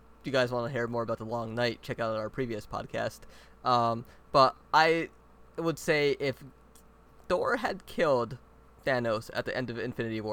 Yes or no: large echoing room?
no